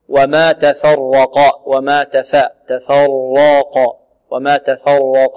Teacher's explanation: كلمة تفرق فيها الراء مفخمة والقاف مفخمة